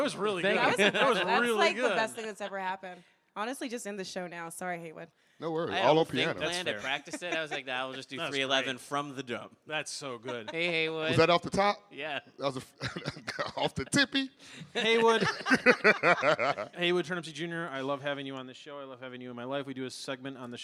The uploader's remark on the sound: Live at The Kennedy Center